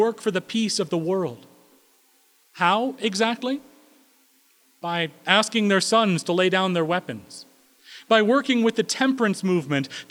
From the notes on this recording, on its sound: At Corona United Presbyterian Church, New Mexico.